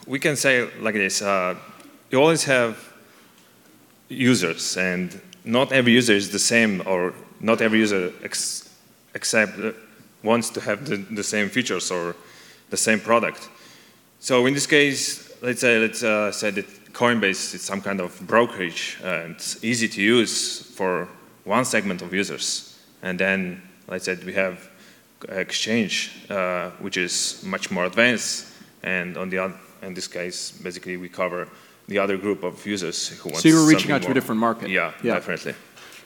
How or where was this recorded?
live audience